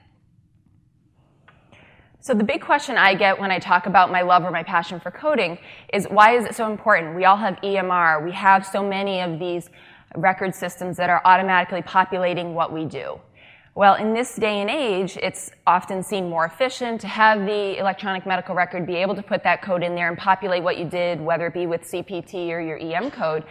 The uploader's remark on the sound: during the SDPA’s Annual Summer Dermatology Conference (2016) in Austin, Texas.